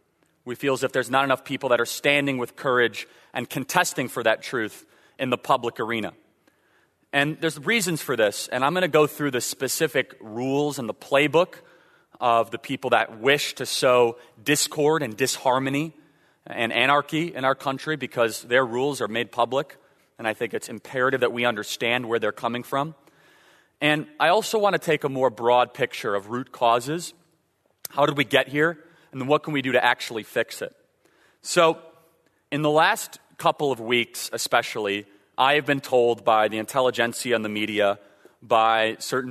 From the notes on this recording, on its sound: In a live speech from Godspeak Calvary Chapel in Newbury Park, Calif.